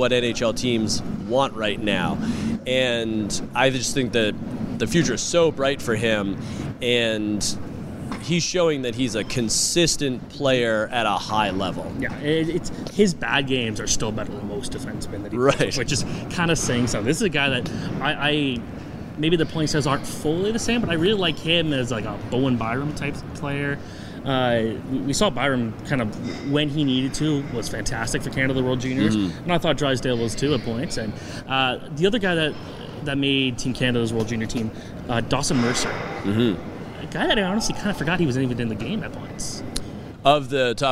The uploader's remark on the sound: Live from the CHL Top Prospects game in Hamilton